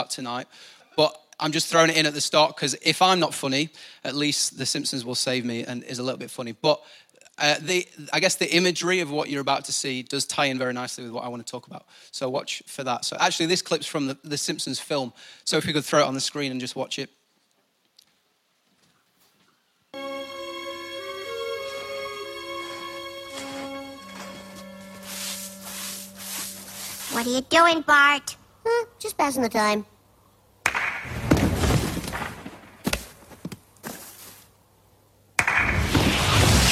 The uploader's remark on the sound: Recorded live at the Chesterfield Campus. IKON Church.